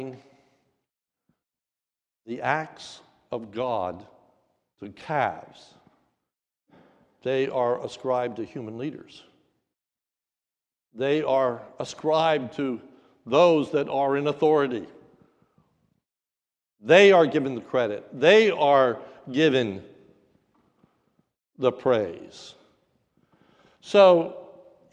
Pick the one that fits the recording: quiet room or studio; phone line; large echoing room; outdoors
large echoing room